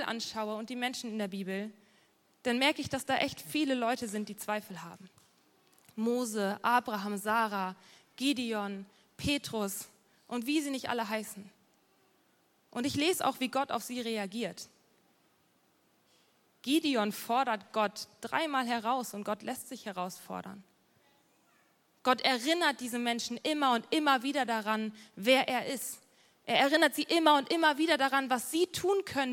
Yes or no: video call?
no